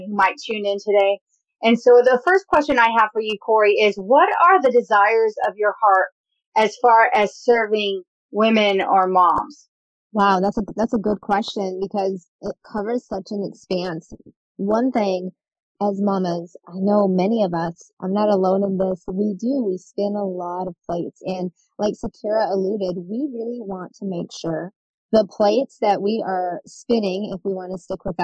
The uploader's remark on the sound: The sound transferred less than ideal